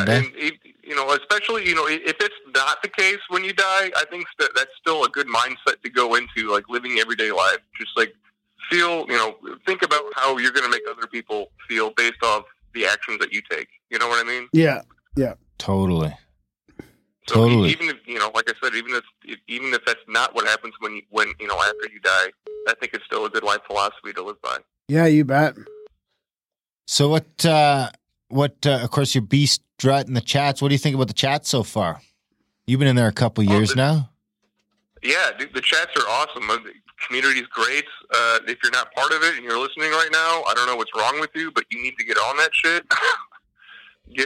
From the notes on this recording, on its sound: We host our first ever real call-in show type podcast. A big thanks to all the listeners who called.